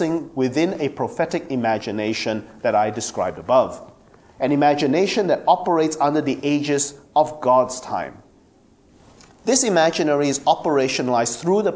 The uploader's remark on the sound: At the Theology and Communications Conference 2014 at the University of Santa Clara, California